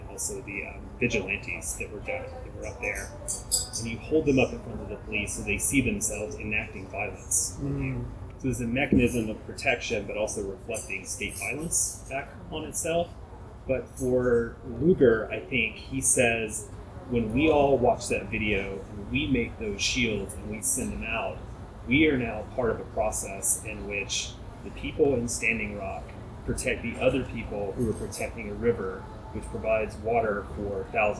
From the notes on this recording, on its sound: This conversation is a lively one, recorded at a fairly noisy bistro, with all the sounds of people playing pool and children’s shoes squeaking.